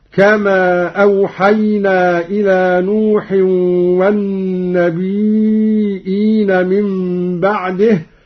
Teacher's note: قرأ قالون أيضا بهمز الياء